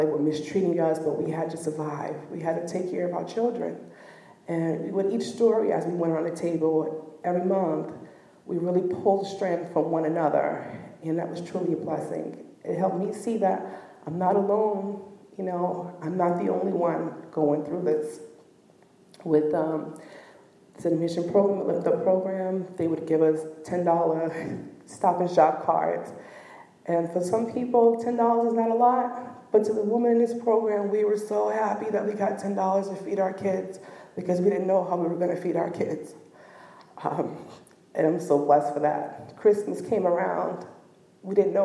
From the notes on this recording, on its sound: we invite two guest speakers into the pulpit